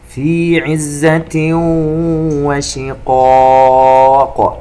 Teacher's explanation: التنوين عند الواو إضغام بغنة، وعندما نقف على قاف شقاق نقلقلها